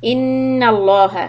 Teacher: Noon shadda, hold the noon. And lam on lafza jalala is going to be heavy.